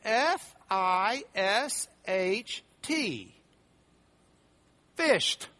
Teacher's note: But you changed the D sound to a T